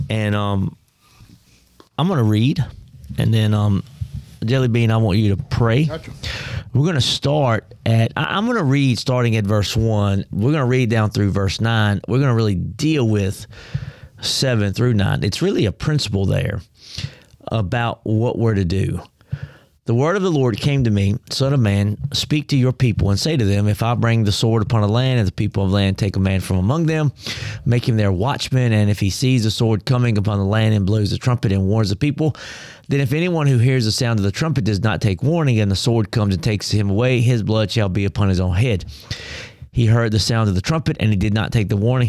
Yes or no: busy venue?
no